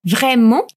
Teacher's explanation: Chegou a hora da gente praticar esse R lá da garganta